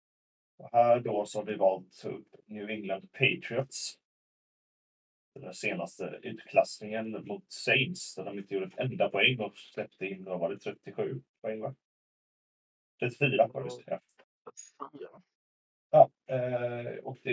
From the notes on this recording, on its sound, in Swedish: Ljudkvalitén blev tyvärr inte den bästa